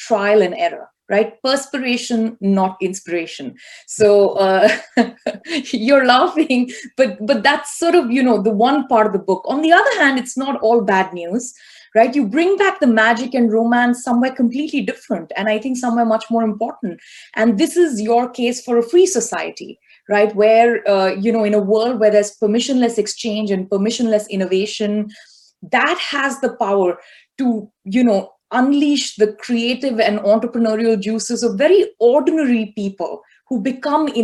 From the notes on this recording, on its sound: This episode is the audio version of a live online session from #JLFHouston2020.